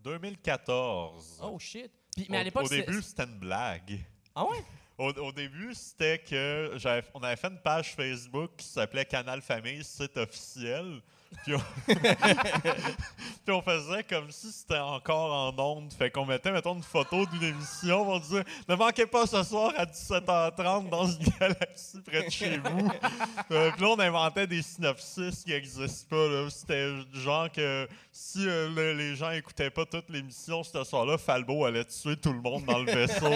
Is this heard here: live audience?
yes